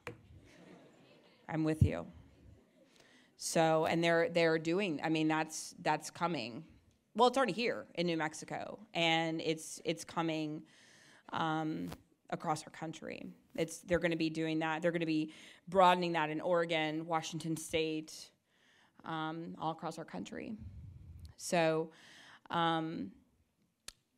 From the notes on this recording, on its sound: delivered an address at Christendom College on Monday, March 28